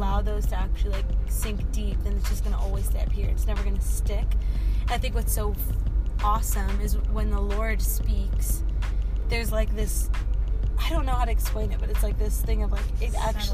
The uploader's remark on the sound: joins me in my car